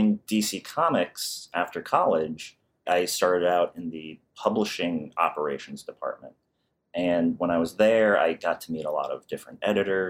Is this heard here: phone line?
no